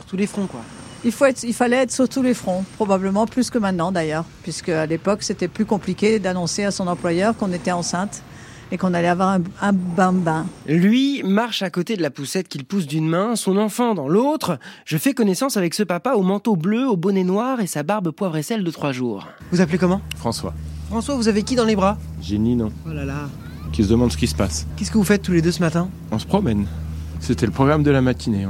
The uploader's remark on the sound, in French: On discute dans la rue pour ZoomZoomZen.